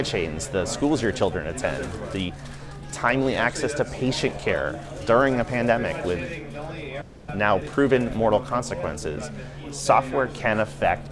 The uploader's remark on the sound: In this special Café edition of ConversingLabs. On the sidelines of the RSA Conference 2023 in San Francisco.